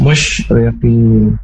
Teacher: ro yang berkasroh ini dibaca tarkib atau tipis. Jadi jangan menebalkan huruf ro pada musyriqin seperti itu.